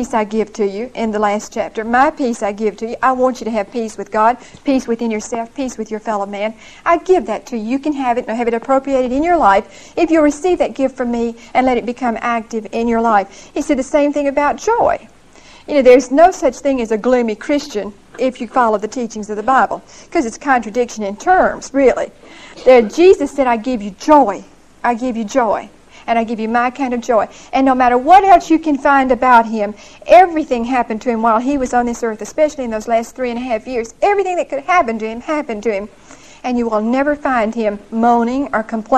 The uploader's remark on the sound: Recorded 11/11/1975 at Whitesburg Baptist Church.